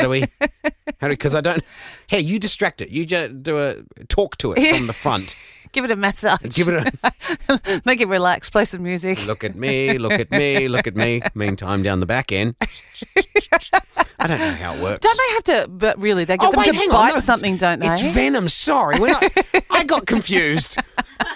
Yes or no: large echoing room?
no